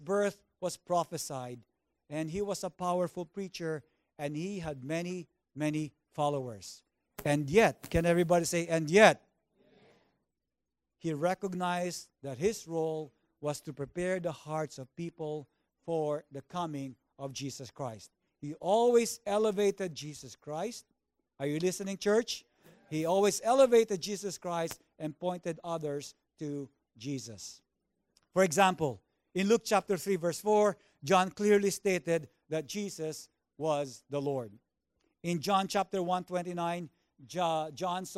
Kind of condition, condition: setting, large echoing room